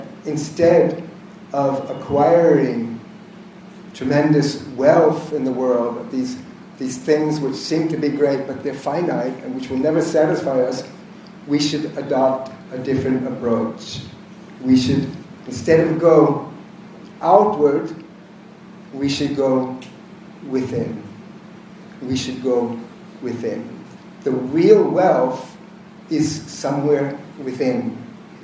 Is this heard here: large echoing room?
yes